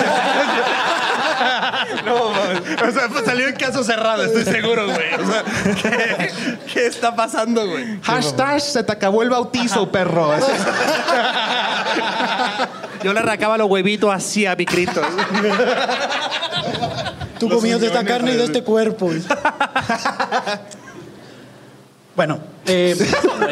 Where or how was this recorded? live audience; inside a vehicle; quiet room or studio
live audience